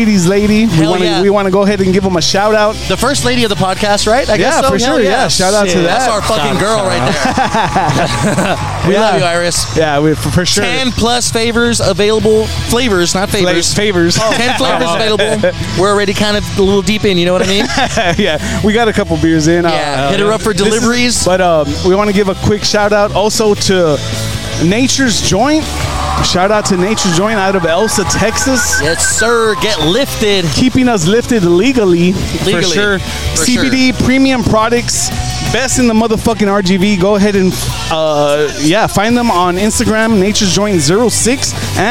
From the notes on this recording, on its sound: live from South Padre Island at The Beach Bash Skate Jam hosted by TCA Media